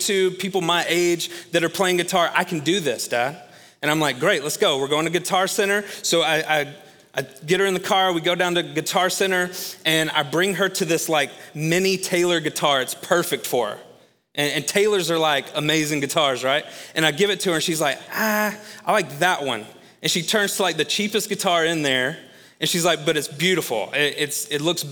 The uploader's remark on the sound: Recorded live at Long Hollow Church.